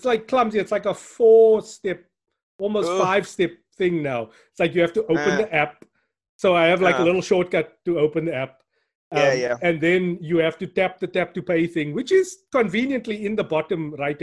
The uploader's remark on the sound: Zoomcast. Recorded via Zoom.